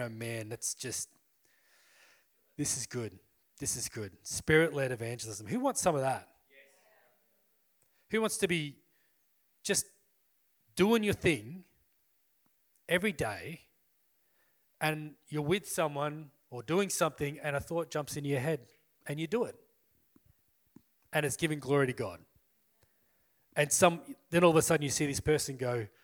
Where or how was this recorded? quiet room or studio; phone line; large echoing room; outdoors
large echoing room